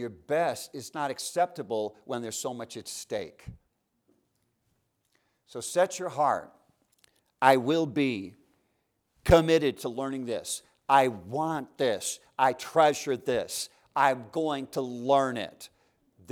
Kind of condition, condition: setting, large echoing room